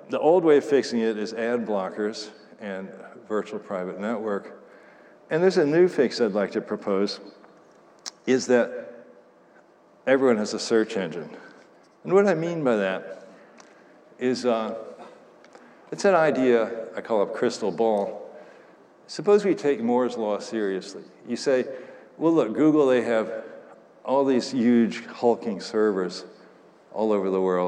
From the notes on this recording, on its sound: Talk at the IOHK Summit conference in Miami Beach.